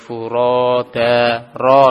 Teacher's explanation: Seperti furoda, ro, di situ ada alif kecil, tegak, itu menunjukkan mad tobi yang harokatnya adalah dua harokat. Nah, panjang harokatnya adalah dua harokat, sebagaimana alif tegak